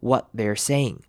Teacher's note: 因为它是 t 结尾的字，所以我们会把 t 省略